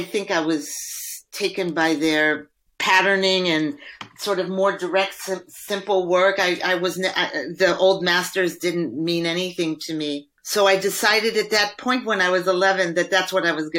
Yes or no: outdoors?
no